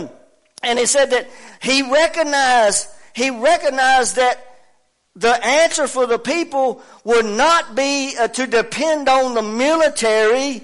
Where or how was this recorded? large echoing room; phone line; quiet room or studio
large echoing room